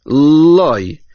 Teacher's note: pronounced a little longer than a regular lamed, a longer sounding lamed, and actually has the din of a dagesh chazak, loy.